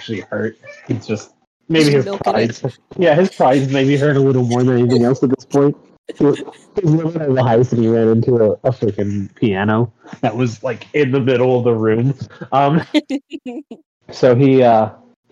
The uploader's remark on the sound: Audio is a little rough but otherwise a fun little start.